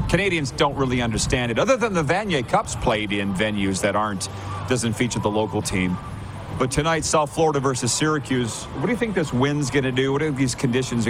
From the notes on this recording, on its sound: LIVE from the Beachouse in Pompano, FL